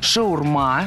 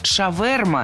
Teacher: Шаурма с ударением на окончании и шаверма с ударением на втором слоге. Если выбираем первый вариант, то только шаурма.